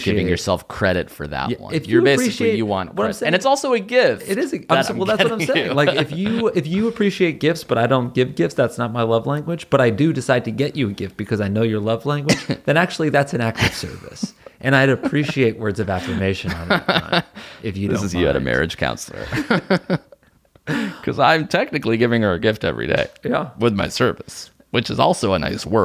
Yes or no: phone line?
no